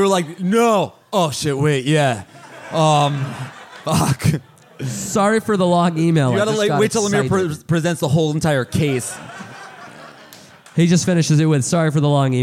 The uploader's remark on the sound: Live in Austin, TX! Live from SxSW.